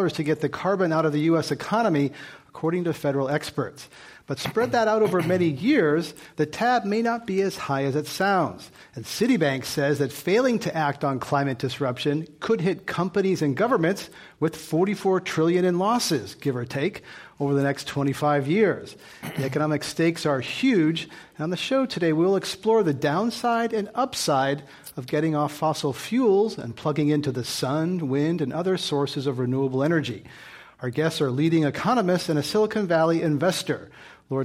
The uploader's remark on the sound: A recent Climate One event. This program was recorded in front of a live audience at the Commonwealth Club of California on May 5, 2016.